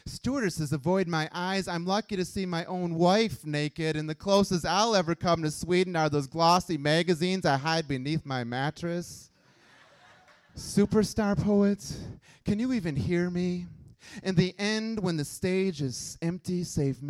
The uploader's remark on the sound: It’s the 3 rd annual Kzoo Poetry Slam Finals, but it’s the first year we had the equipment to record it. It’s the 3 rd annual Kzoo Poetry Slam Finals, but it’s the first year we had the equipment to record it.